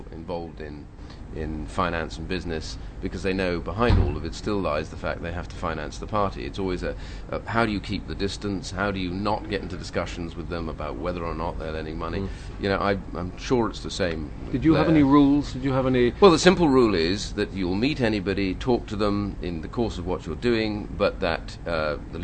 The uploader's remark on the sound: At the Conservative party conference.